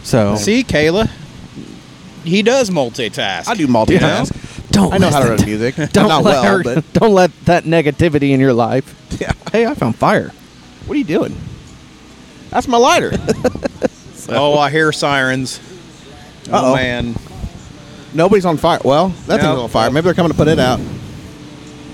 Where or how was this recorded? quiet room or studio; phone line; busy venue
busy venue